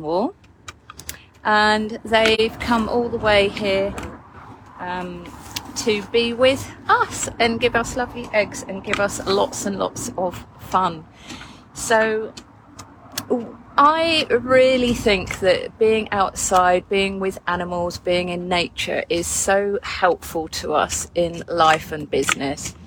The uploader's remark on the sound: This episode was recorded on my iphone from the chicken coop. Big apologies for the loud car noise and the pecking and chicken sounds!